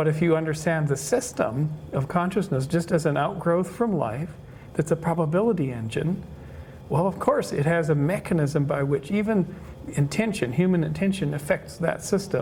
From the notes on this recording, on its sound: Talks from the June 2017 Science of Consciousness Conference in La Jolla, California. Consciousness Central (recording and cover photo).